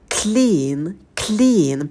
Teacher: На звуке «к» не забывайте про придыхание. Язык уже поставьте на звук «л», на альвеолы.